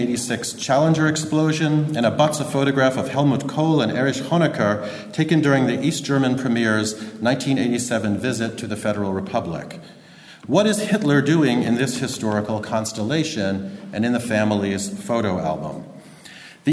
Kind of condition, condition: setting, large echoing room